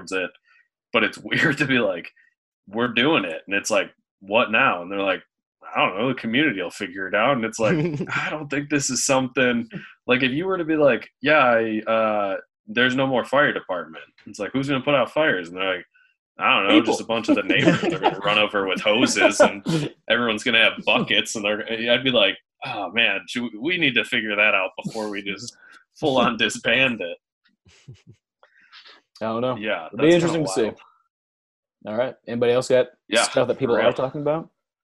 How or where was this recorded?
video call